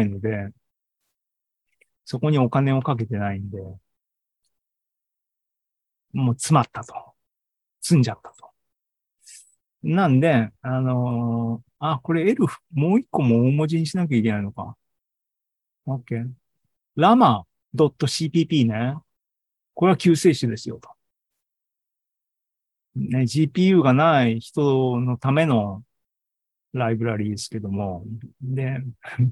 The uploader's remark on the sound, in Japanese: ２０２３年７月２９日に開催した ZOOMライブの模様です